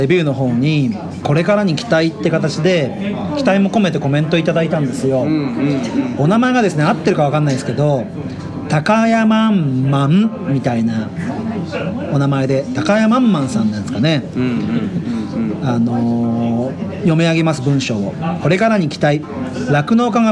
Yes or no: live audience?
yes